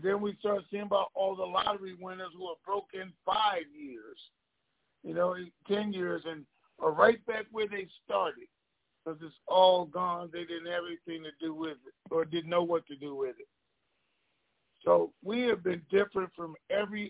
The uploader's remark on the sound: Conference Call